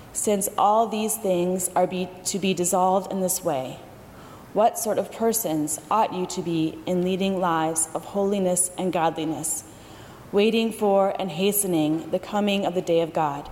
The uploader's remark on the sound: during the 10:30 AM service on Sunday September 2, 2018 at First Presbyterian Church of Arlington Heights, Illinois.